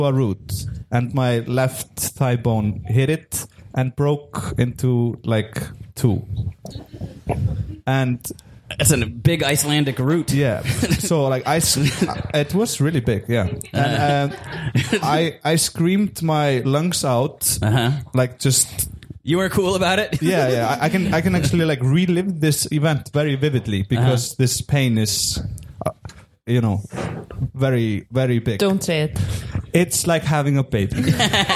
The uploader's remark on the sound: Live from Iceland. We performed live at The Secret Cellar as a co-production with Improv Ísland!